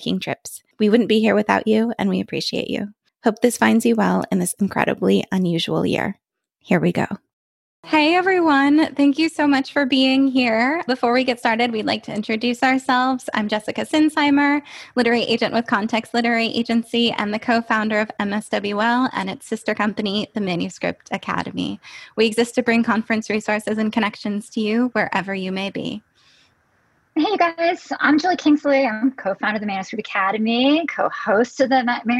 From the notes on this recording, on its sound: This was our very first Zoom event, our first live podcast recording with guests in the room with us. We were thrilled to welcome more than 100 of you.